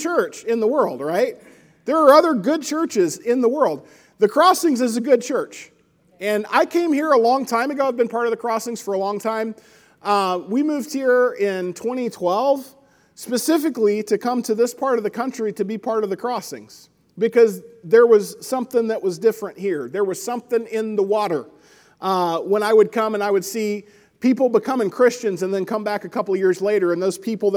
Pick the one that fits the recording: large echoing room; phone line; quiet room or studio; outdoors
large echoing room